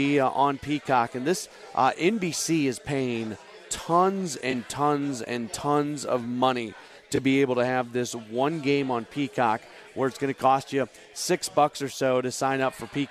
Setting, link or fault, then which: setting, busy venue